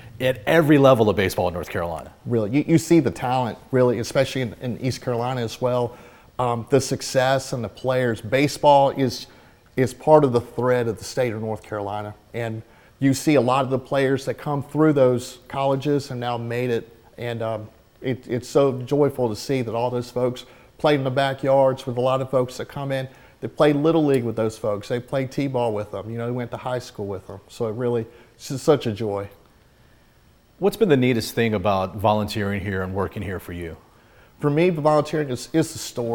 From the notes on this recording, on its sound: visits the North Carolina Baseball Museum in Wilson